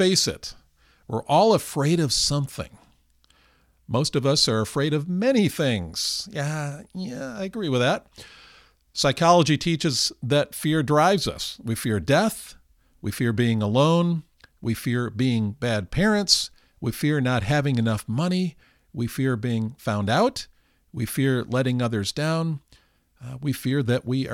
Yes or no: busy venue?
no